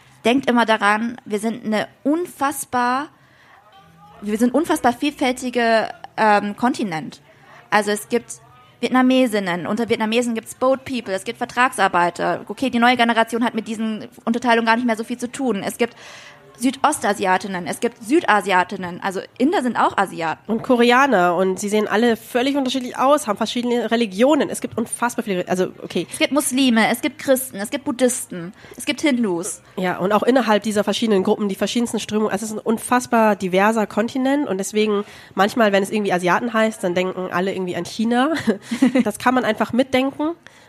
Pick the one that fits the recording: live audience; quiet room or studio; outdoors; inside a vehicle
live audience